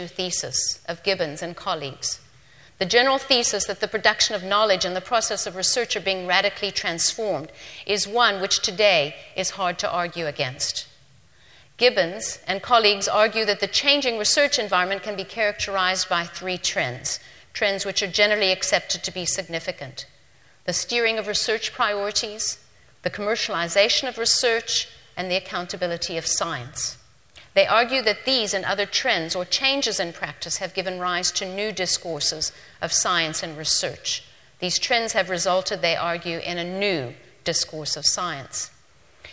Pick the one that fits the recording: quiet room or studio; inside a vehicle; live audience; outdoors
live audience